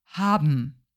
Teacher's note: Hier kommt es eben zu einer so starken Verschmelzung, weil das B bilabial eben mit beiden Lippen gebildet wird und sowohl der Laut N wie Nordpol als auch M wie Martha Nasalkonsonanten sind. Und dann ist es einfacher, wenn es assimiliert von B zu M